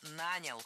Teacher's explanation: Ударение в этом слове падает на первый слог во всех формах прошедшего времени, кроме женского рода.